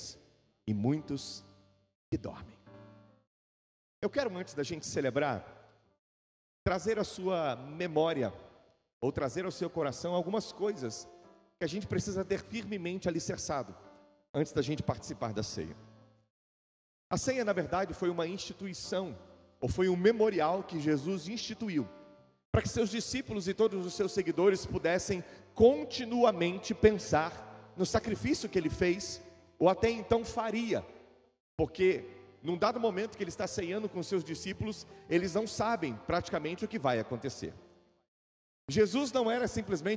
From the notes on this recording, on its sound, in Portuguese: Gravado ao vivo na igreja.